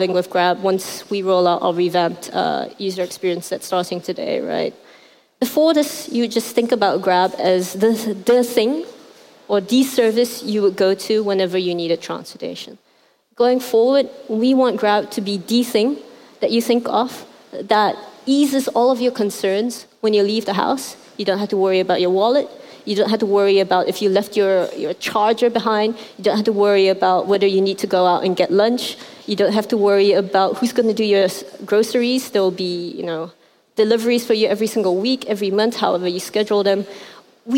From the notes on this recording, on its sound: at the 2018 Rise conference in Hong Kong